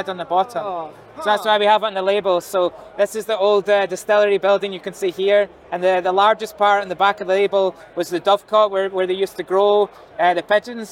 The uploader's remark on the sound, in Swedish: när han besökte Stockholm Beer and Whisky festival